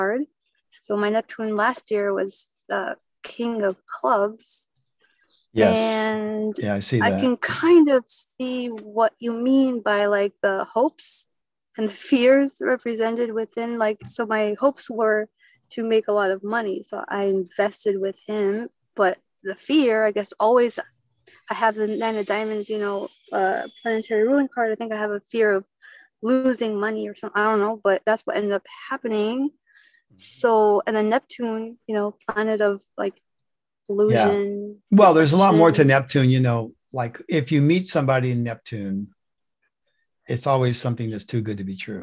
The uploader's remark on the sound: The shows are now all hosted on Zoom.